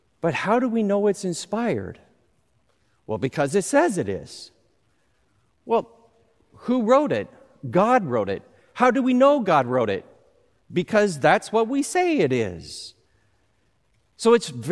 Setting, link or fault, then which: setting, live audience